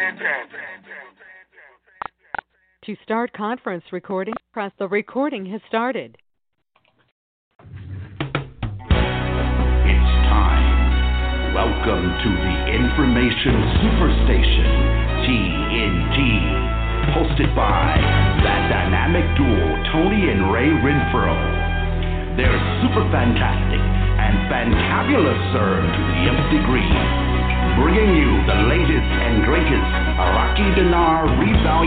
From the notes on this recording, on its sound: TNTSuperfantastic Conference Call